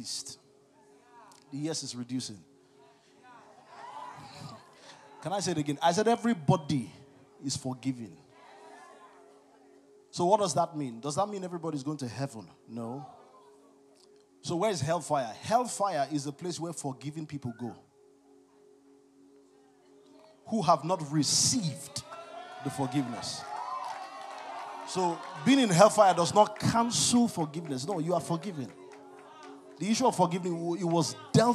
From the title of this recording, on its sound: CONFERENCE 2023. ( MORNING SESSION, DAY 1 )